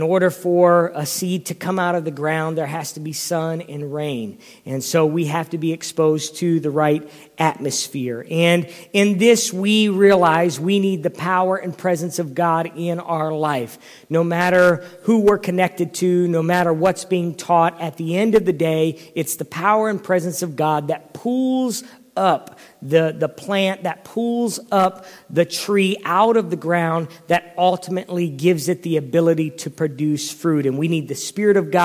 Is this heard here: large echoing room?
yes